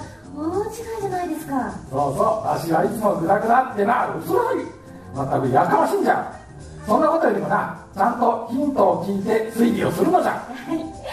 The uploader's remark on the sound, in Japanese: 公開録音の模様をお届けいたします。明石市立天文科学館のイベント、てんもん春分祭で。